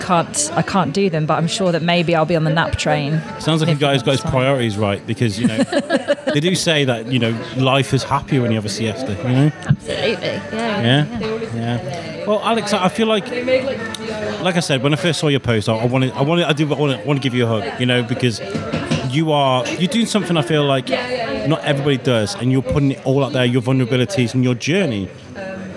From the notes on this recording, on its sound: Recorded at Daily Brews in Shrewsbury